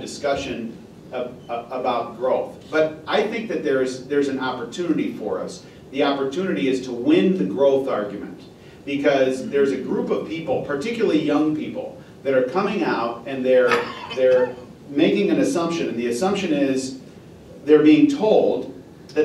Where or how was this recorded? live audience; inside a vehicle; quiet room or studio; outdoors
live audience